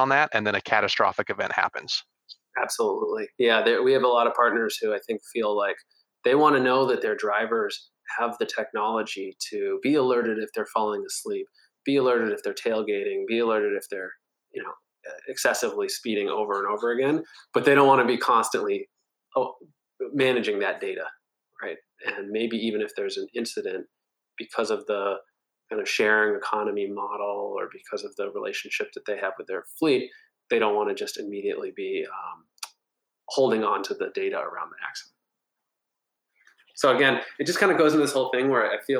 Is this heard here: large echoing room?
no